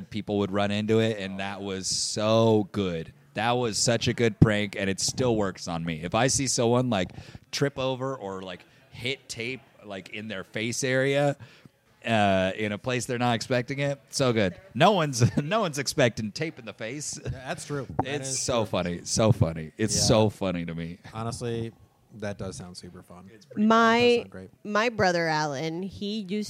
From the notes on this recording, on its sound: LIVE EVENT [VIDEO]. Record from The Logan Theatre.